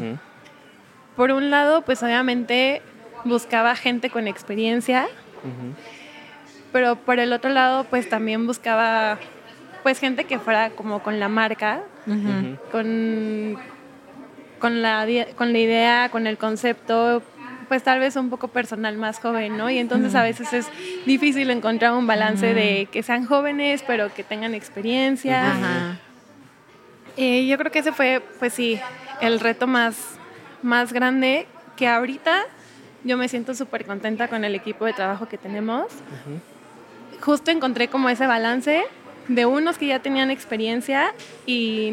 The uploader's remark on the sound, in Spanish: Es un reto porque no lo grabamos en nuestro estudio, así que hay más ruido!